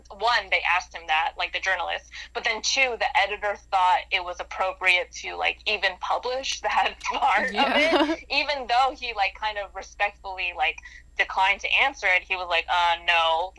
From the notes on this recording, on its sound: joins us over the phone